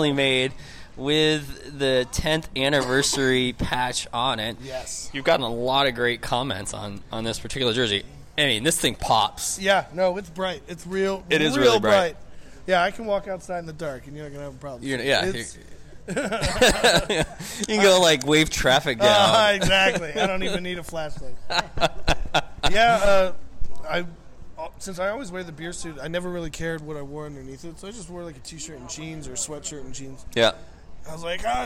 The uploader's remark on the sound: Live in Hillsboro, Oregon at Ron Tonkin Field, home of the Hillsboro Hops - High A Affiliate of the Arizona Diamondbacks.